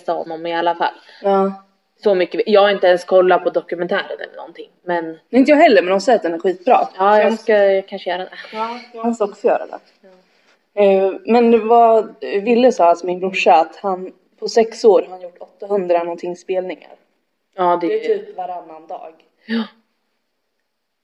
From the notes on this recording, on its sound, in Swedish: Trodde detta avsnitt skulle bli grymt men något hände med ljudet.